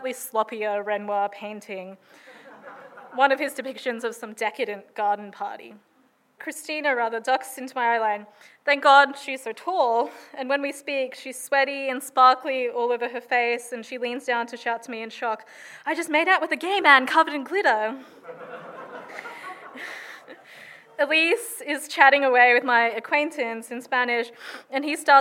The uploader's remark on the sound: Recorded at Riverside Theatres in Paramatta in 2022.